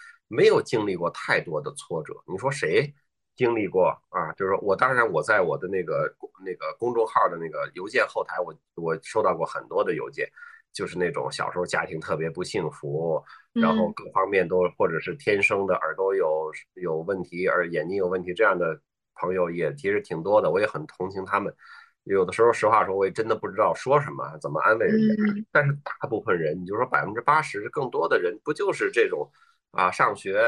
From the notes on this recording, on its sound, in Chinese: 这一期的播客，我们录制的比较早，也因为疫情缘故，不能在线下录，所以就和我们的嘉宾在线上约了一次对谈。